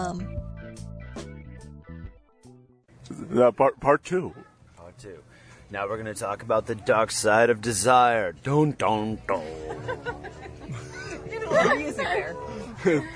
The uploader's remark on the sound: Live From Desire, The Sexiest Place on Earth. Live from an outside bed at Desire in sunny Cancun.